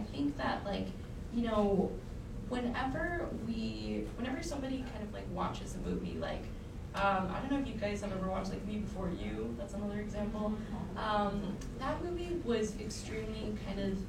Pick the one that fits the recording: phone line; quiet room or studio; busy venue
busy venue